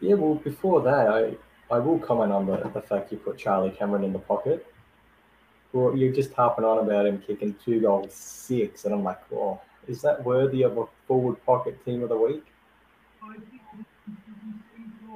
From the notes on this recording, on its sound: Audio issues again trying to fix it.